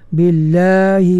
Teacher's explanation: lam pada lafzul jalalah bila sebelumnya kasrah dinipiskan